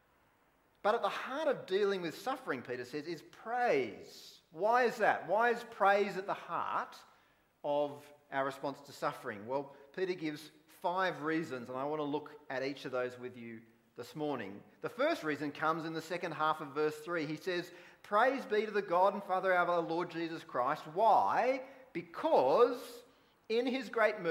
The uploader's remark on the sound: Preached at Wollongong Christian Reformed Church